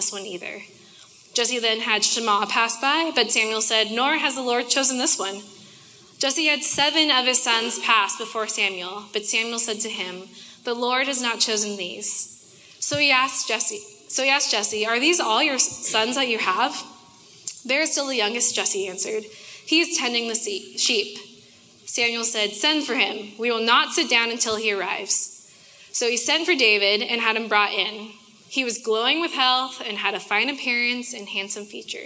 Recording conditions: live audience